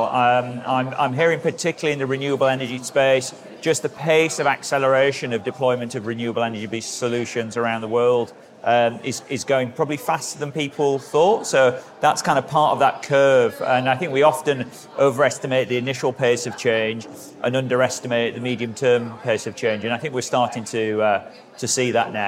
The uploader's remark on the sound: Taking listeners behind the scenes at Climate Week NYC. A special on-site recording at the largest annual climate gathering of its kind. This quick-hit episode taps into the buzz on the ground at the event.